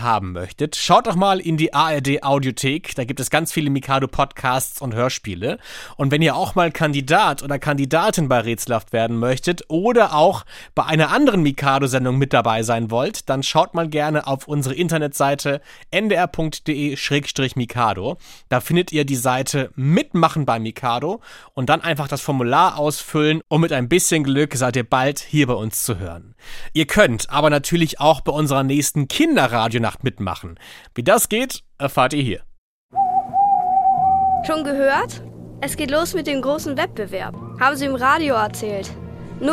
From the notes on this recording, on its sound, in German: Fünf rätselwütige Kinder am Telefon.